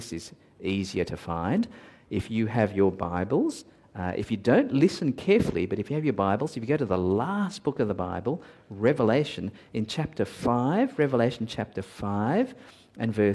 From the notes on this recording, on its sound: at Covenant Hope Church in Dubai, UAE, on Oct 23, 2022